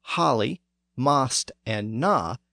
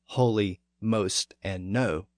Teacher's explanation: We also see the old ah sound, which became aw and then o in the south. · Shown in: first take